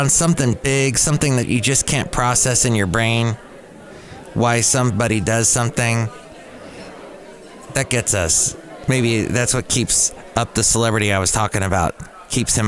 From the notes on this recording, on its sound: podcasts live from Cafe Anyway